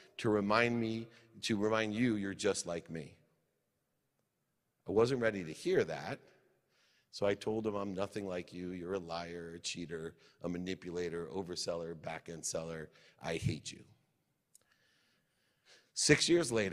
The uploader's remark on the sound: Today's episode is from a speech I gave earlier this year at the Grow For God Conference in Kentucky.